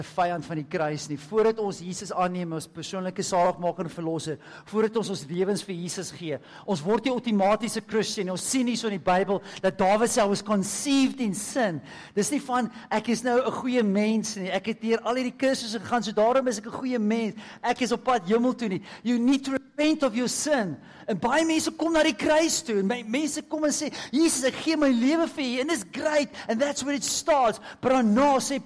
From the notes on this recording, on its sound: at Joshua Generation Church Wellington PM congregation